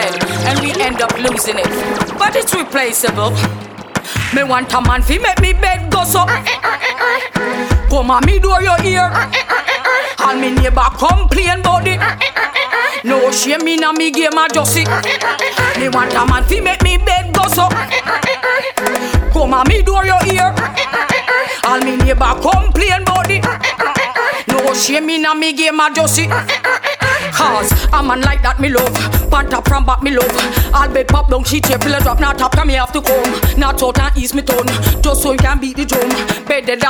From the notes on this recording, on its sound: One and Only Afterwork in Cork City - Ireland Raw Live Set played on November 27th at Edison.